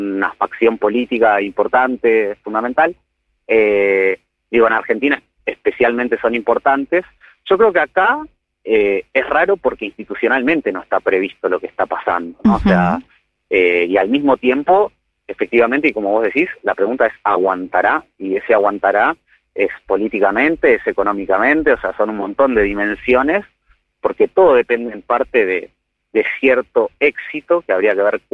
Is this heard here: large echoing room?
no